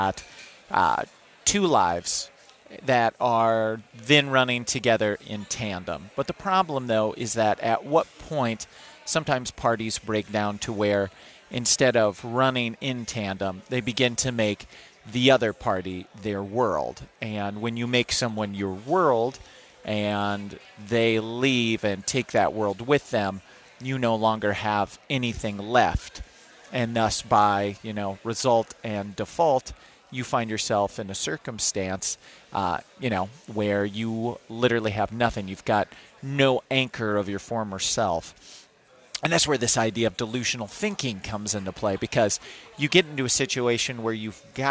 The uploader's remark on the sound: Live From Smokey Row!